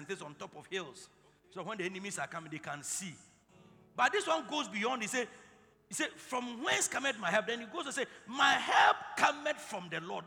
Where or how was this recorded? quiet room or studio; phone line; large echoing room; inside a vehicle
large echoing room